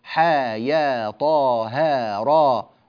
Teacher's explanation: والألف فيها تمد 2 حركات مدا طبيعيا